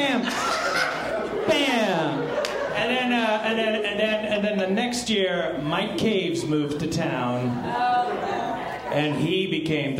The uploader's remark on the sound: Structure of a Sitcom and Rise of the Anti-Sitcom panel from ATX Television Festival.